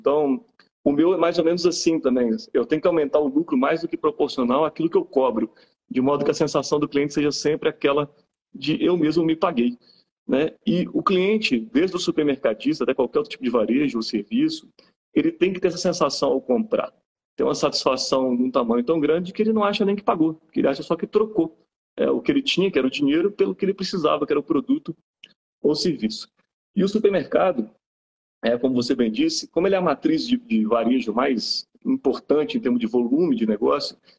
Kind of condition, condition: link, video call